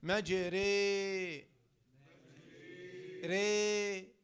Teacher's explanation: يعني بتميل بالفتحة للكسرة وبالألف للياء · Term: إمالة